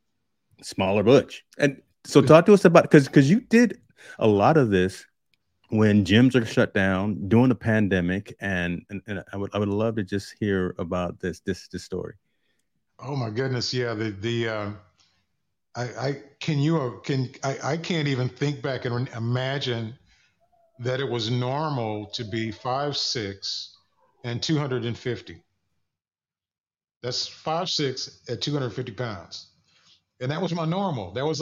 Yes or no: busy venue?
no